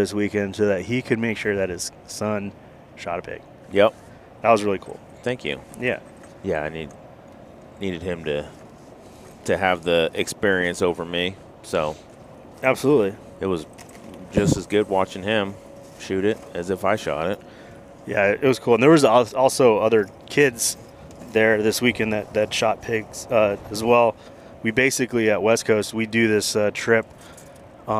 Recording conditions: inside a vehicle